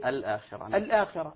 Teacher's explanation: إثبات الهمزة وإبقاء الحركة · Term: عدم النقل